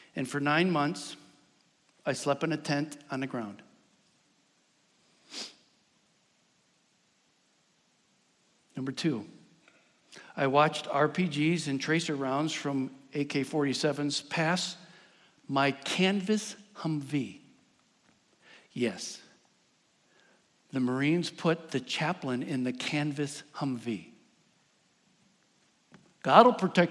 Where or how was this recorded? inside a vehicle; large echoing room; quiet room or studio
large echoing room